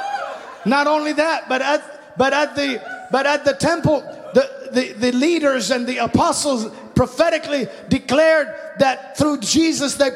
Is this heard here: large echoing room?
yes